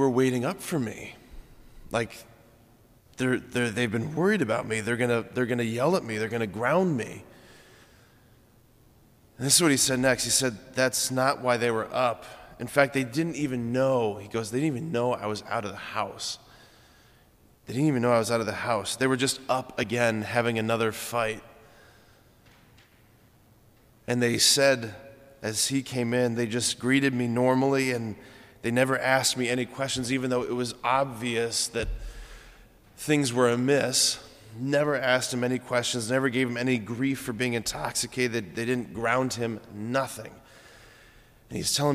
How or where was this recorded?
large echoing room